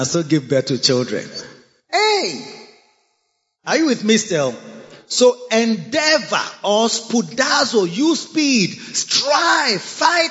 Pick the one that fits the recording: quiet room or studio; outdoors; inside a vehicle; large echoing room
large echoing room